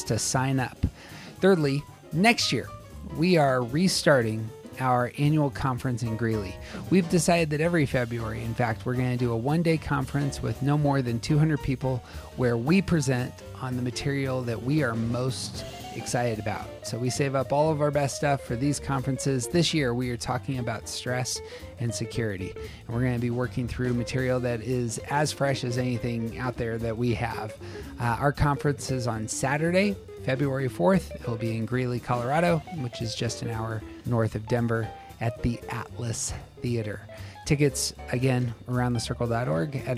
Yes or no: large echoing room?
no